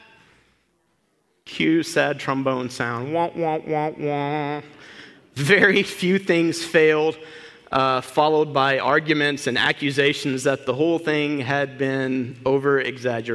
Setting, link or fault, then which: setting, large echoing room